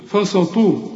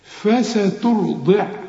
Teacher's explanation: الخطأ اللي بنقع فيه بنقول فسترضي، فسطو، شوف طو، لا، فسترضع، التاء رقق، السين والفاء قبلها برضو مرققين · Shown in: second take